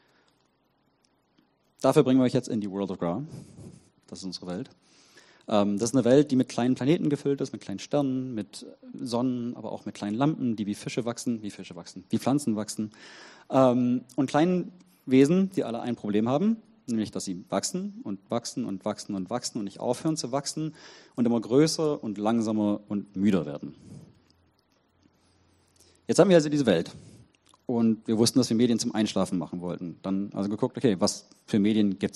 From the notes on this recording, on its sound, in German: Vortrag und Podiumsdiskussion